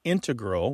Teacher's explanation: You mainly hear integral with the stress on the first syllable among mathematicians and specialists in scientific fields that use a lot of math.